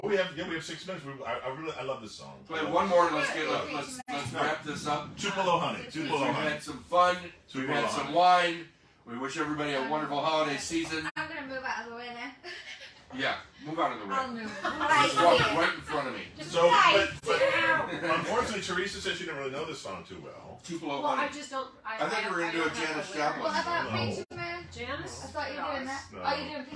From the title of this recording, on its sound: Live at the Peppermint Hippo!